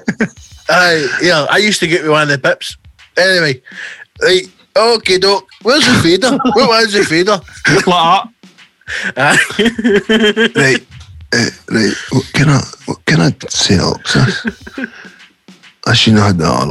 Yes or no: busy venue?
no